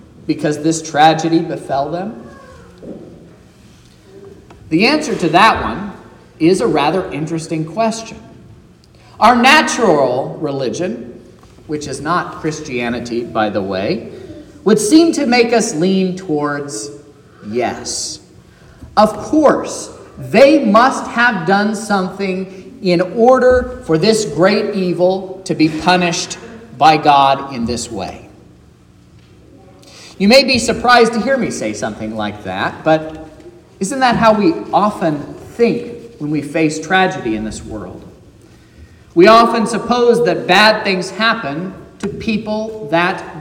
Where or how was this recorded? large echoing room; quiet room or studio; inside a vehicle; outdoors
large echoing room